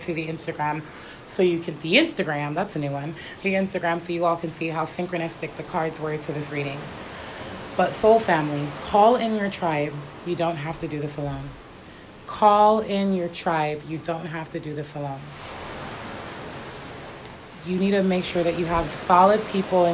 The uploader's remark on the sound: Hawaii!! You will hear the waves crashing the sound of the people and children laughing, the wind the birds chirping and just the sound of nature in it's essence. I thought that Hawaii would be the perfect location for today's episode.